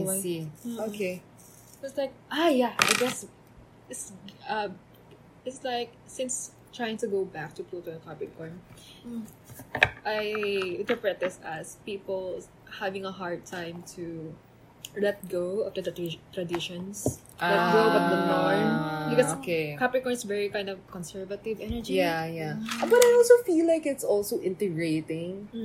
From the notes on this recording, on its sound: this has atmospheric sounds again